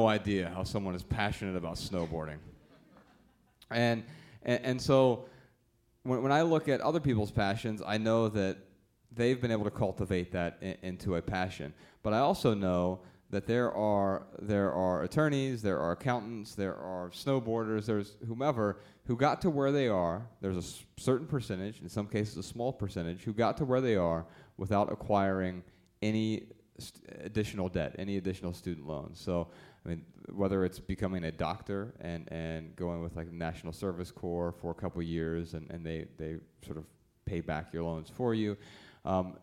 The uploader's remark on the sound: In front of a sold-out crowd in Los Angeles.